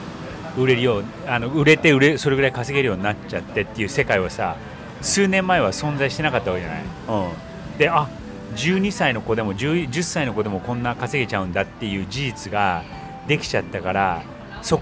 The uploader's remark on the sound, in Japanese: 夫とバルセロナのカフェより（後の雑音すみません）。